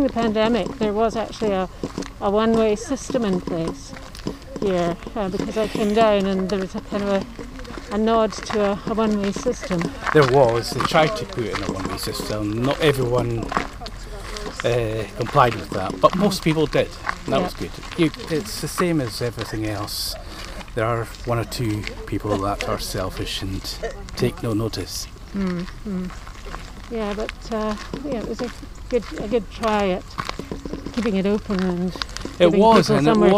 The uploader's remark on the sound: A walk round the grounds at Lauriston Castle